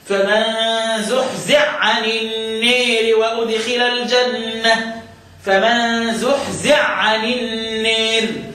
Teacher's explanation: اسكن الحاء وادغمها في العين فتصبح عين مشددة